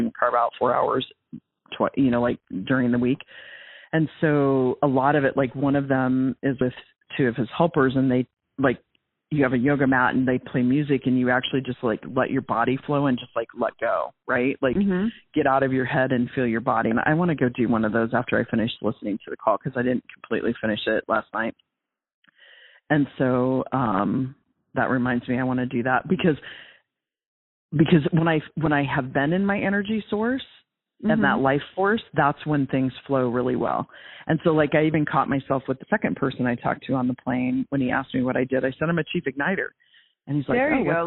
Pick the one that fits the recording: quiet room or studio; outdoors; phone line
phone line